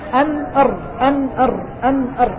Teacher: هو يقول أن الراء يقترب من مخرج النون لكنه أقرب إلى الظهر